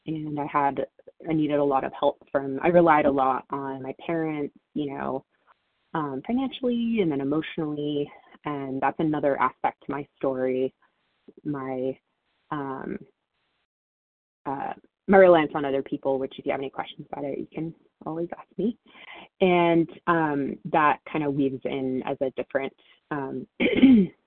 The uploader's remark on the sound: 100 Pounders Phone Meeting.